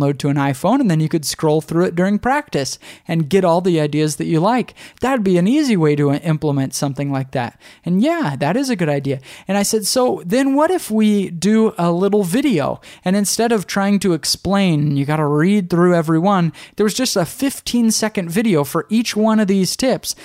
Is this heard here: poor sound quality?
no